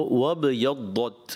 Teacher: با شدیدہ حرف ہے، سختی سے پڑھنا ہے، کلکلا بھی کرنا ہے، اور پھر دوت کی ادائیگی آپ کی بھی کمزور رہی کہ صفت استعلا تو ادا ہوتی ہے، صفت اطباق جو ہے یہ چھوڑ جاتی ہے.